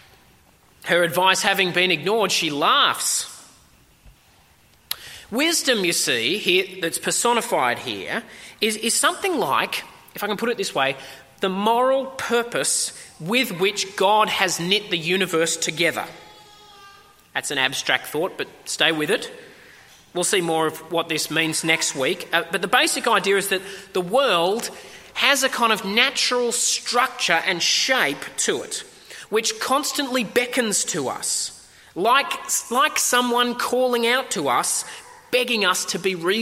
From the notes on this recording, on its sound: At a 10am service